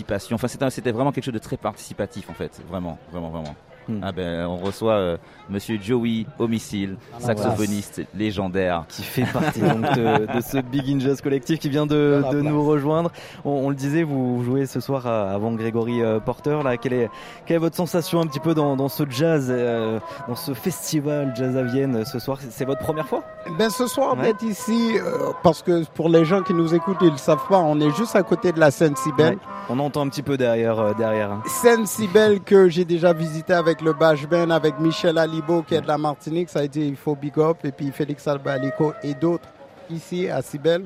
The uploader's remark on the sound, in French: En direct de Jazz à Vienne 2022.